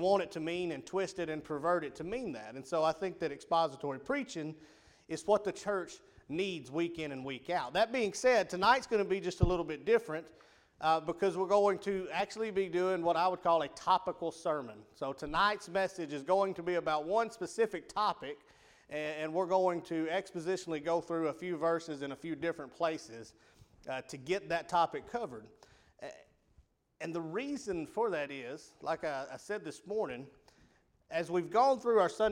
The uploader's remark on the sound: Rocky Valley Baptist Church evening service. PM Service.